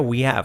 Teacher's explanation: Dicho rápido, we have. Casi saltamos la H.